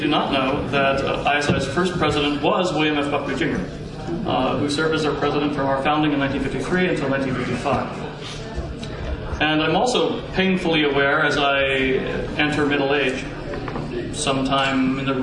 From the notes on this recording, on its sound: A panel discussion recorded at the Conservative Political Action Conference, Washington DC., on 2/28/2009.